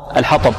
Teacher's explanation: الطاء الآن مفخمة والباء مرققة